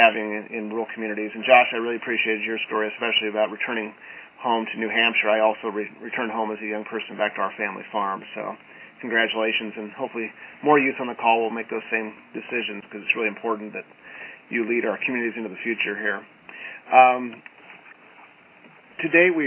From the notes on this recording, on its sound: On this recording, you'll hear a fast-paced conference call.